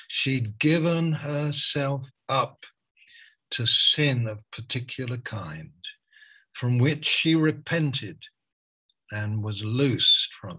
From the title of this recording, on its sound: Malaysia Meets (Zoom)